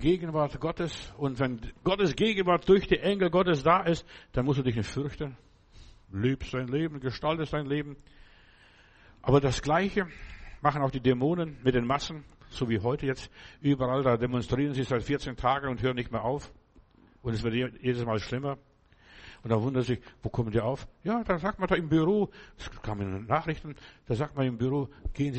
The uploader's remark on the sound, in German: Februar 2024 im Gemeinde-Zentrum in Berlin aufgenommen.